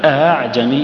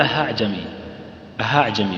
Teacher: الهمزة المسهلة تكون مجهورة لأنك تجد لها أثر في الصدر · Shown in: first take · وجود الأثر في الصدر هذا نص عليه سيبويه في الكتاب.